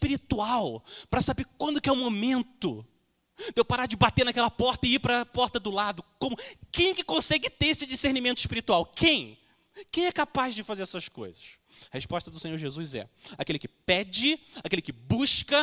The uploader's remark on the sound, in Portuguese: Mensagem gravada na Igreja Batista Jardim Minesota